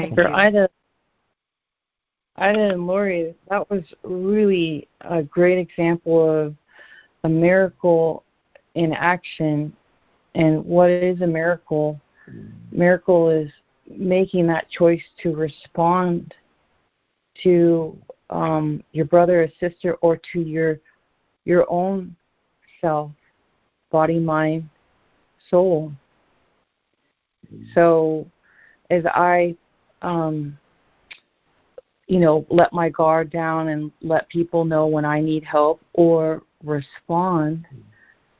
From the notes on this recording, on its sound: ACIM Daily Conference Call